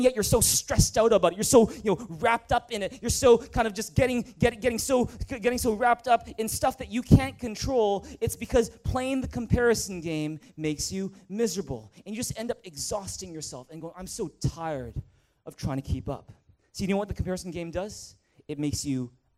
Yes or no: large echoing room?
yes